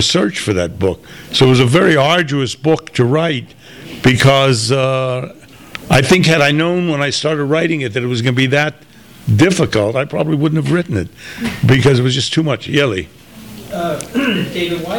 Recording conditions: live audience